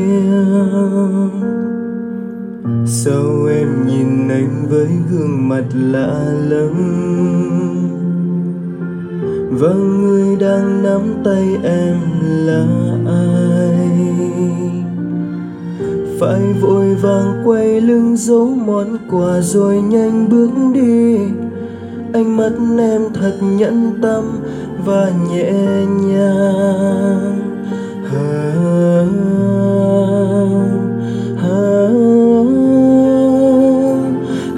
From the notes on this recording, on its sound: Recorded by my mobile phone